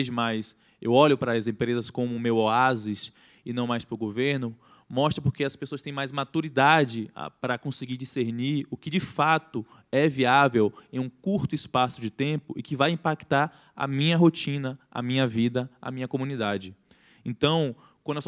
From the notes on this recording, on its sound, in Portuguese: Foi gravado direto do World Creativity Day em Brasília (DF). Apresenta painel no maior festival colaborativo de criatividade do mundo.